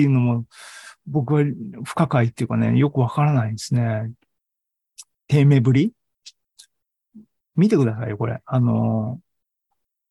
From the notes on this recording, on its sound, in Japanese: ２０２２年１０月２６日に開催した ZOOMライブの模様です